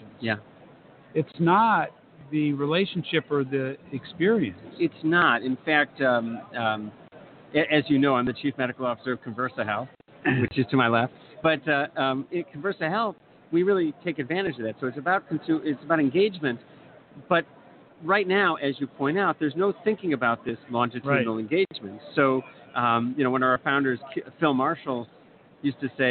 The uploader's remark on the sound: LIVE From #HIMSS17 Day One. The Health Information Management Systems Society (HIMSS) 2017 Annual Conference and Exhibution from the Orange County Convention Center in Orlando, Flo.